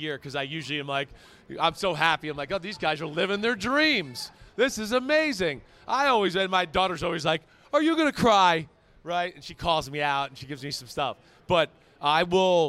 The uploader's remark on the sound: Vegas Live Audience.